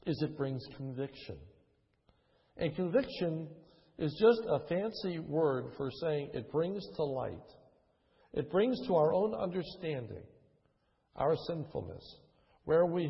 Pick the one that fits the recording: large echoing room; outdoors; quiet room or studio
large echoing room